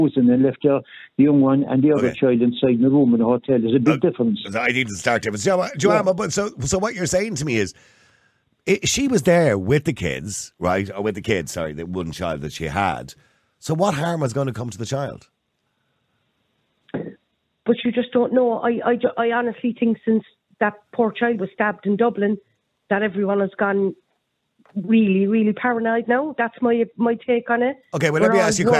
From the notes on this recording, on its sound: opens the phone lines, inviting a diverse range of opinions